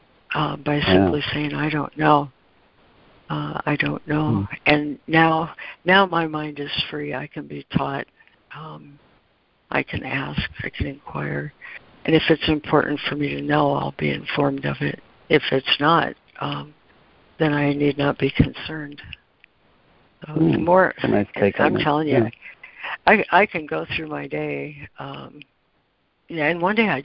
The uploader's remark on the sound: ACIM Daily Conference Call.